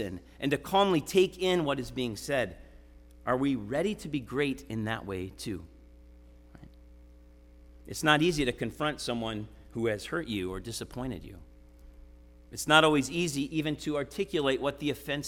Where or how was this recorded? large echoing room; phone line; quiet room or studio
large echoing room